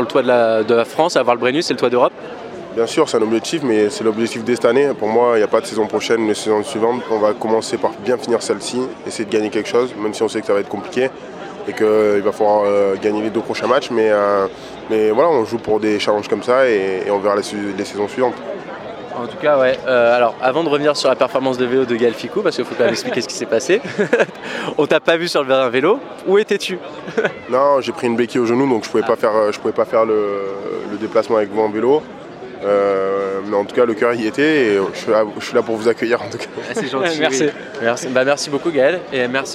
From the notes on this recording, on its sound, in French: En direct de la Pink'Ride ! Là-bas on a rencontré les joueurs, on leur a posé quelques questions et on a enregistré leurs réponses !